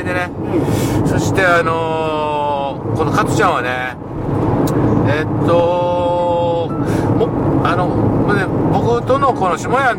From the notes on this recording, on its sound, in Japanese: 福井県へ向かう車の中でドライビング対談収録をいたしました。